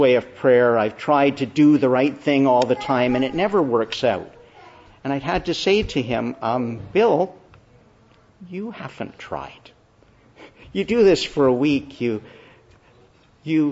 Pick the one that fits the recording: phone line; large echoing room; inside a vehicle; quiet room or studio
large echoing room